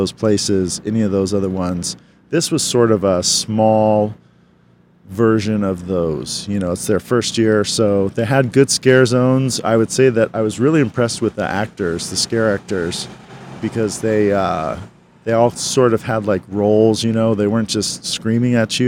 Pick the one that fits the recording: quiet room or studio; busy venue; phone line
busy venue